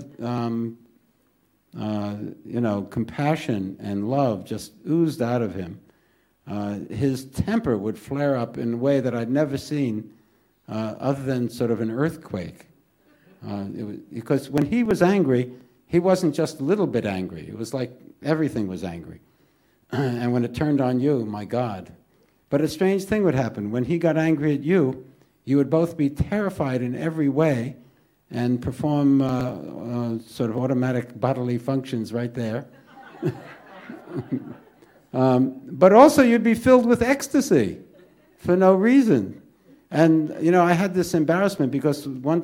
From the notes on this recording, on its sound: This podcast was recorded live at The Ashram in Mount Eliza.